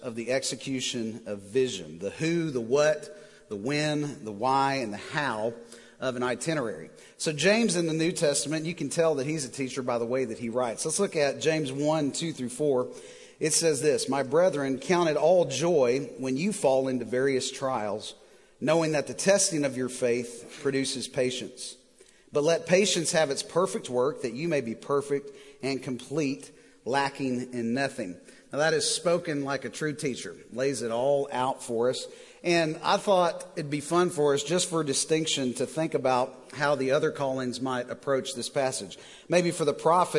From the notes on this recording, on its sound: Recorded live at The Fellowship at Mt Juliet on February 17, 2019.